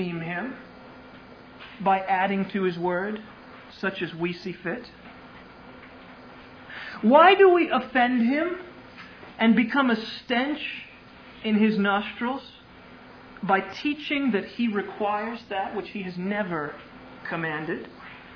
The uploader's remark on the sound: Originally delivered on 27 August 2000 at Sovereign Grace Baptist Church in Van Alstyne, TX.